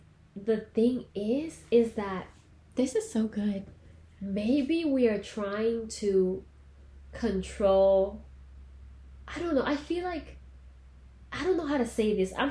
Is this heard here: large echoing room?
no